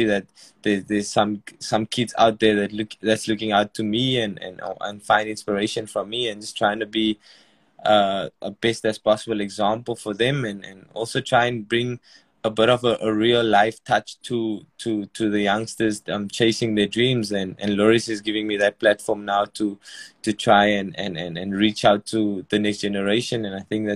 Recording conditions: video call